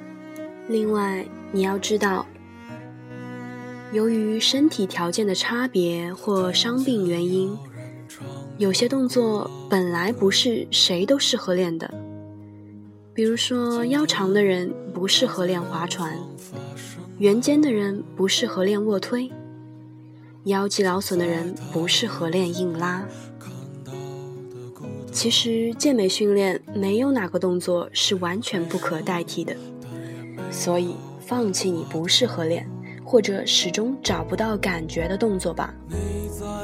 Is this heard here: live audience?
no